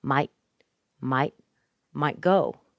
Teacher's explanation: notice the T at the end gets held inside of the mouth. Might go. Sometimes it's a glottal.